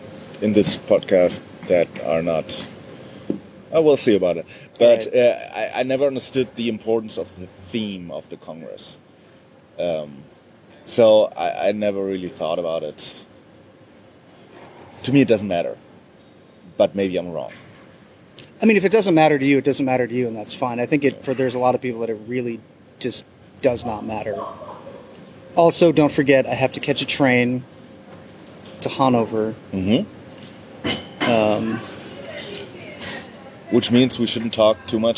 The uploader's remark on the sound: Starbucks (in the Squaire). Naturally, it was taped at a Starbucks in an Airport.